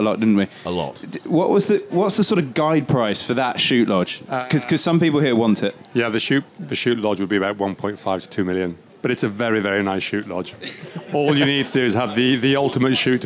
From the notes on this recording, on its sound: Our first ever podcast recorded in front of a live audience! A live audience made up of former podcast guests, celebs of the shooting world, Members of the Most Noble Order of the Garters and fans of the GunsOnPegs Podcast. Recorded LIVE at The Game Fair 2022.